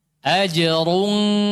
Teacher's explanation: Dhammahnya cuma selesai di ra. Ketika masuk ikhfa sudah enggak ada dhammah.